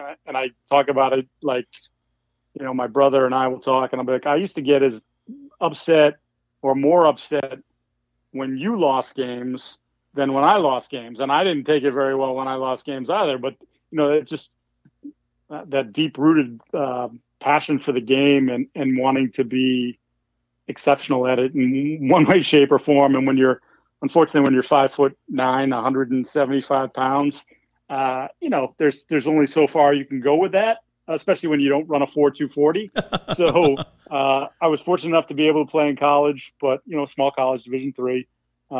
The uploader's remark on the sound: join me on the pod by phone